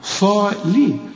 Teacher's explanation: اللام مكسورة وتكون أكثر رقة إذا كانت مكسورة